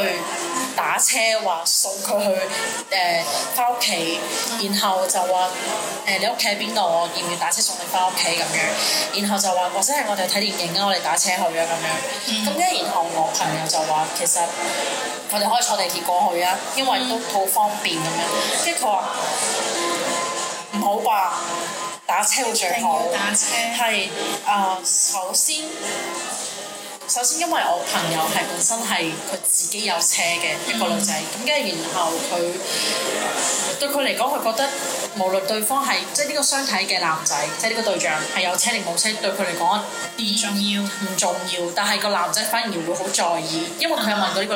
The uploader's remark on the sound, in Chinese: 这次在外面录制很吵